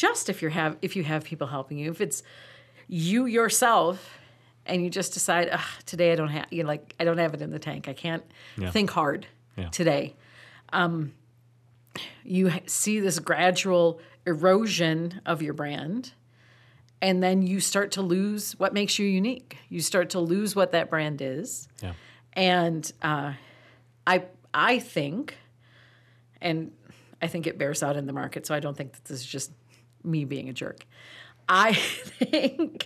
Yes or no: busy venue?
no